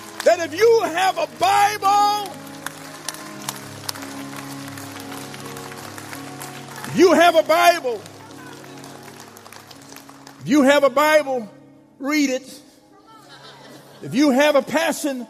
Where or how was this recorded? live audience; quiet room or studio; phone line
live audience